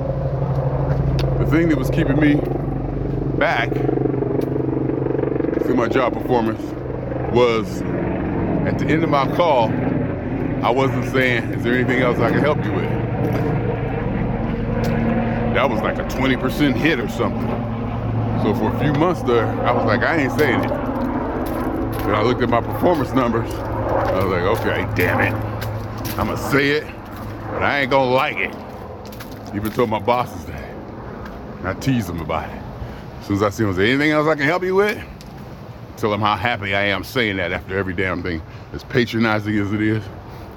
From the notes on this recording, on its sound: Me Walking Talking